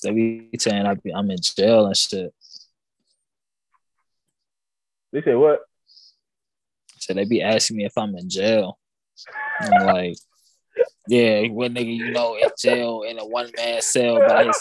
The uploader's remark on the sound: ZOOMCAST